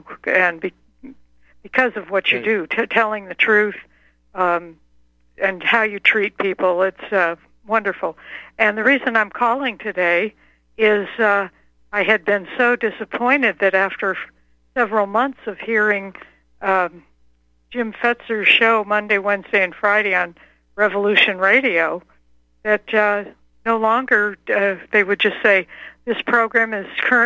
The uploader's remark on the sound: opens phone lines for callers.